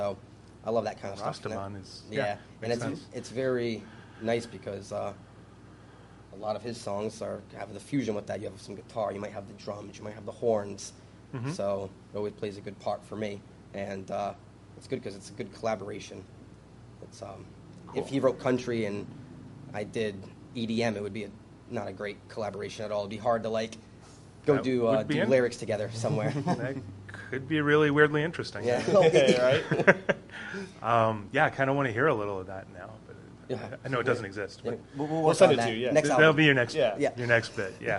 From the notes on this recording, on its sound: Thanks to the Parlour for hosting this recording at their fine space on North Main Street in Providence.